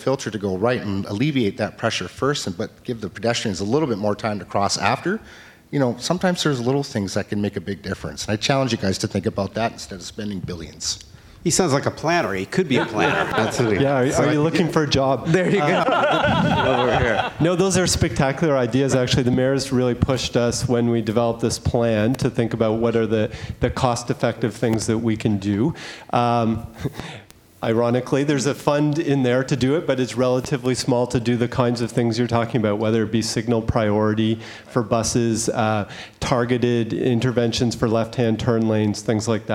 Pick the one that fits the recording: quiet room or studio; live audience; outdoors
live audience